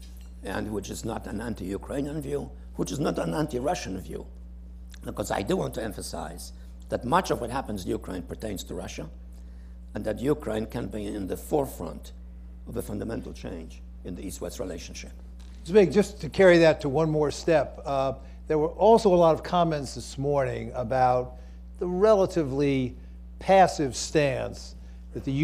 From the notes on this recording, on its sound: Delivered the keynote address at the Peterson Institute on July 7, 2011, at the conference "Ukraine's Future: The Challenges and Impact of Governance in Ukraine," cohosted by the Peterson Institute for International Economics, the Center on the United States and Europe at Brookings, and the Atlantic Council.